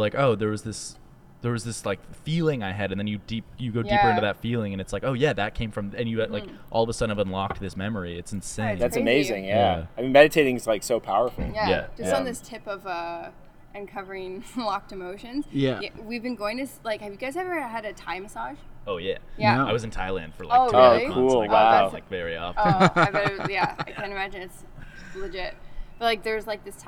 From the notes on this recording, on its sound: On the first outdoor episode of Cold Pod